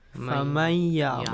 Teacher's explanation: Noon is merged to ya as if noon is gone.